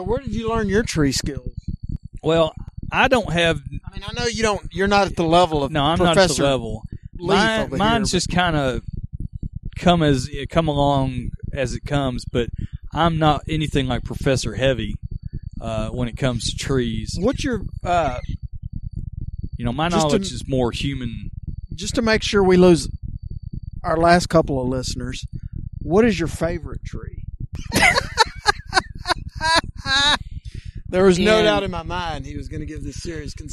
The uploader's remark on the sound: The crew sets up outdoors to record. The batteries of the recorder run out.